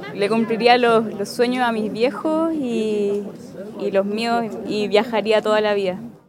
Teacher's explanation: But in fact, the correct grammatical way of saying this would be les compraría. And again, due to the Chilean accent, she's aspirating her S, and therefore it sounds like le